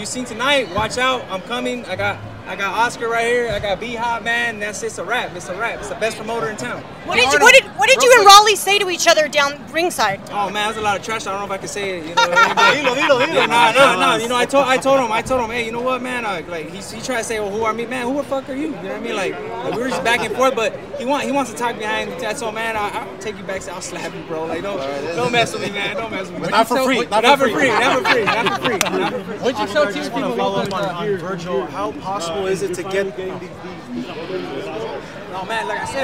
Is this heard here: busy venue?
yes